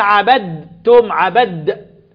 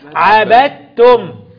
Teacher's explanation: ما عبدتم، خلي بالك من كلمة عبدتم، بعض الناس يقول عبدتم عبد، الدال هنا مدغمة في التاء، الدال مدغمة في التاء · Shown in: second take